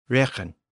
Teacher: Both have two syllables with a velar consonant in the middle.